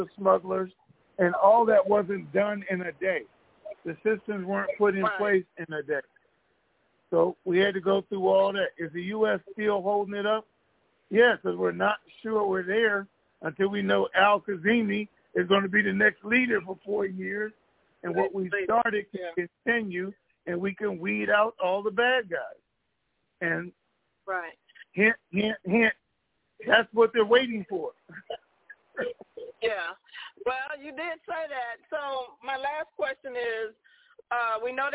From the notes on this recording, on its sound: TNTSuperfantastic Conference Call